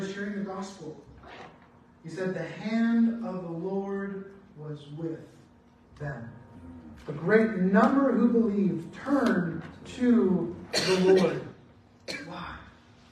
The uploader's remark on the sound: Apologies on the bad audio quality